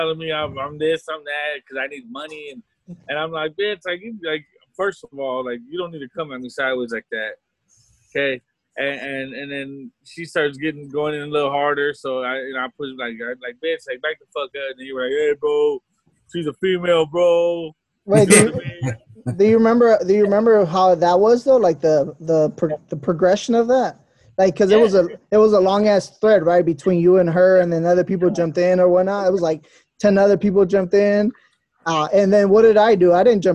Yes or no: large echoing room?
no